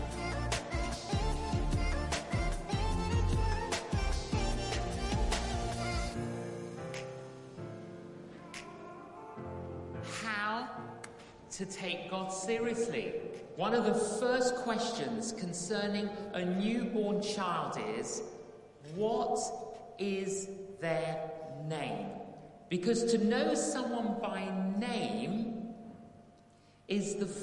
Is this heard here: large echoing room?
yes